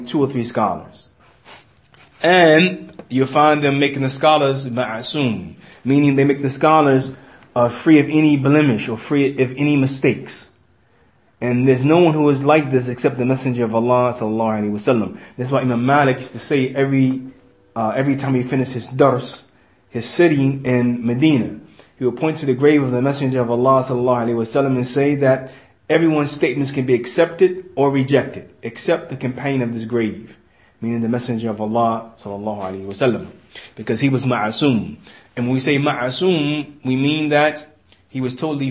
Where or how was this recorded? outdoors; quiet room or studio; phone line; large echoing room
large echoing room